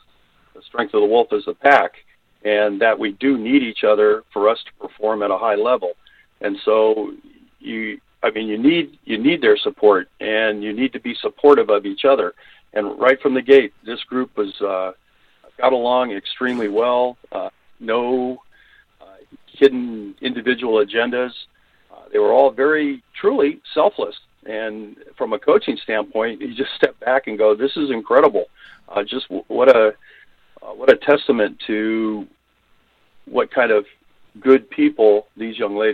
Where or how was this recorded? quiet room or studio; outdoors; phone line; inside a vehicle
phone line